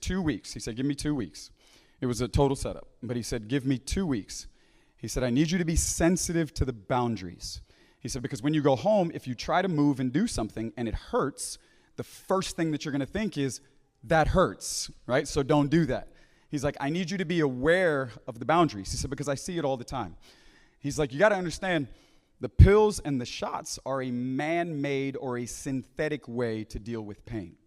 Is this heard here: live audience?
yes